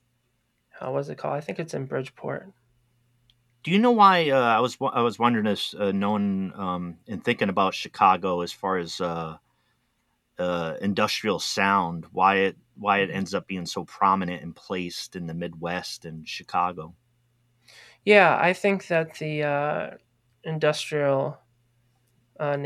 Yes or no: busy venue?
no